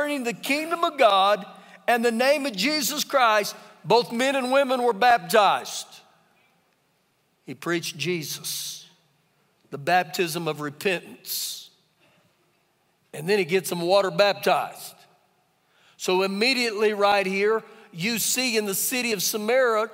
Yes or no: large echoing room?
yes